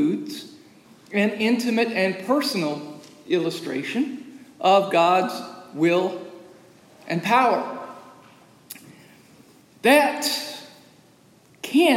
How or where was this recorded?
large echoing room